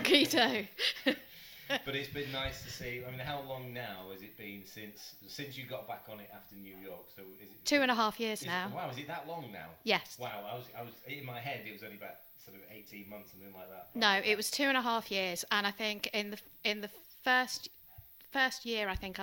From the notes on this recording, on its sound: apologies for the unbalanced audio!